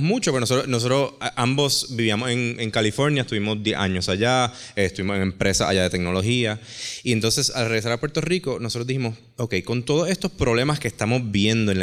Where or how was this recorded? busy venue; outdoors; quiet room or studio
busy venue